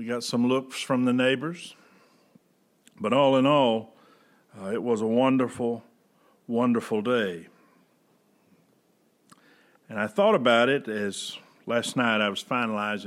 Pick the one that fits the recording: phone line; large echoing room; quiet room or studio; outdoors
large echoing room